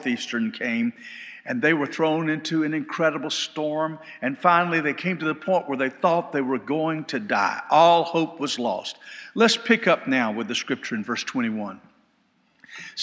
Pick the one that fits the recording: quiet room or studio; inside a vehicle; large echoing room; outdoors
large echoing room